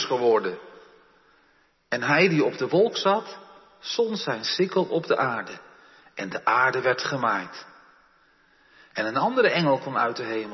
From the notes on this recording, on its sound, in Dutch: De preek is op 22 mei opgenomen in de Jeruzalemkerk te Groningen